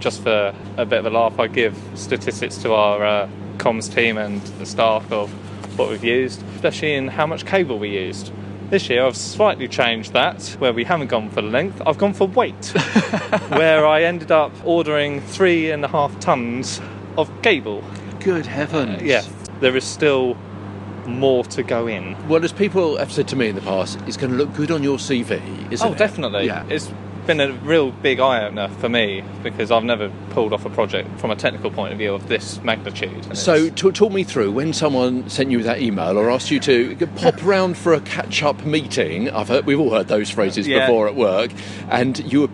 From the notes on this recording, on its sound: The much-loved Redhill Christmas panto this year has been relocated to a circus-style Big Top tent in the nearby Memorial Park, after the show’s intended venue The Harlequin was shut due to dangerous concrete. Recorded on location inside the Big Top itself - on stage and inside the actor's dressing area.